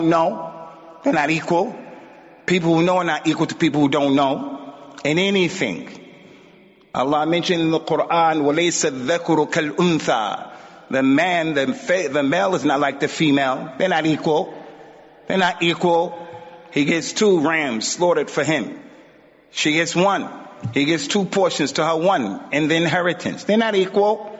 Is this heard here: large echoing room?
yes